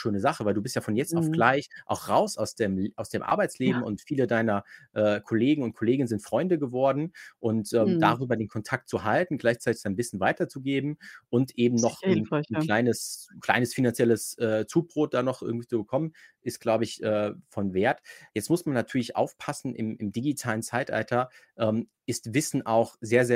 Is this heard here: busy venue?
no